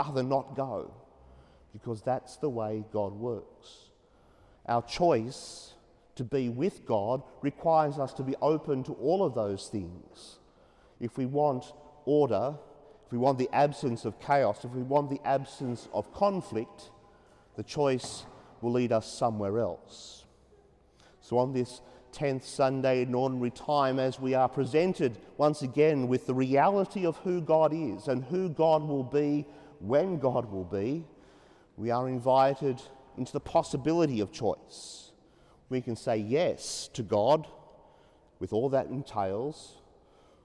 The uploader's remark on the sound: as preached during the 5pm Mass at Sacred Heart Cathedral, Hamilton